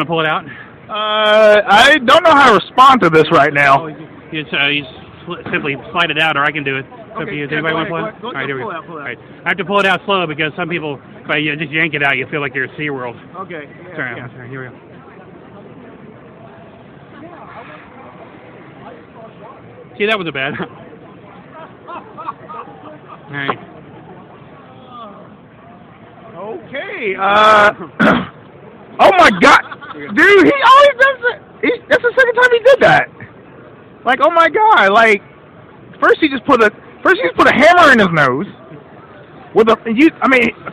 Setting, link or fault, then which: setting, busy venue